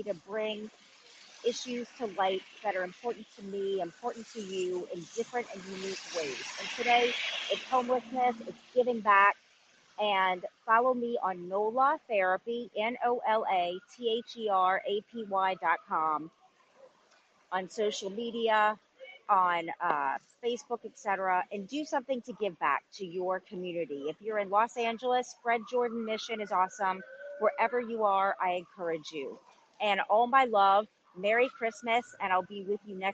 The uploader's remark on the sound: Live from Skid Row in DTLA at Fred Jordan Mission for the homeless (over 80,000 in the area).